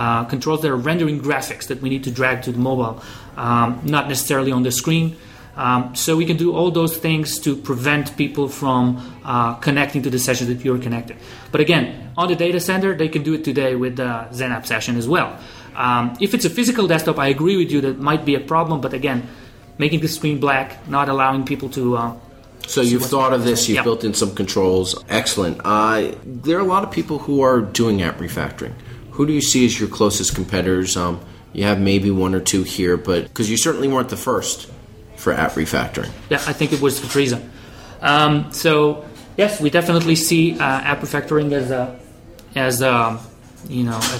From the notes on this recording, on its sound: The last episode recorded at BriForum.